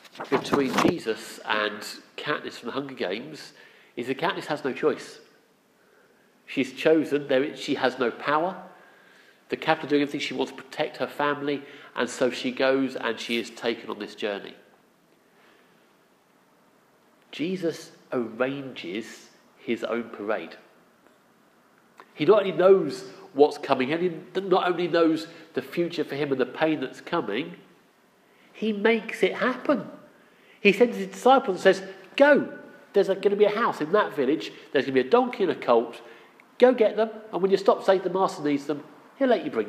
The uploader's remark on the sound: Our sermon from the 9am Palm Sunday service